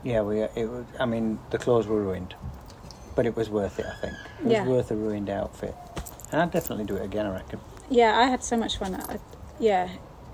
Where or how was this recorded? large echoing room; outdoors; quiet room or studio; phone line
outdoors